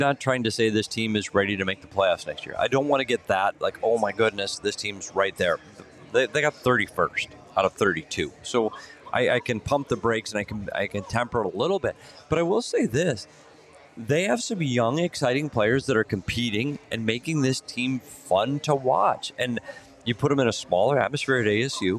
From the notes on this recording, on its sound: live from The Lola at Westgate